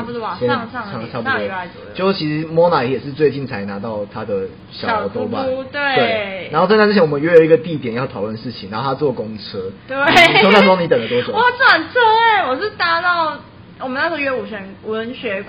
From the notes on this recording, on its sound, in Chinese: 因為錄音地點附近是校園所以會有鐘聲。因為是頻道草創時期，所以有雜音或是音質上的問題還請大家見諒，我們已經入手麥克風設備。